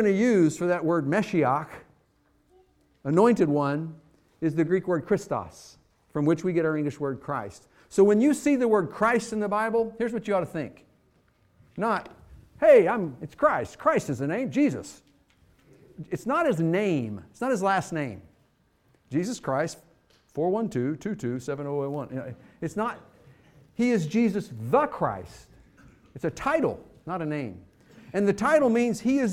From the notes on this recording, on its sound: Fuquay-Varina church of Christ sermon audio from Sunday, January 21, 2024.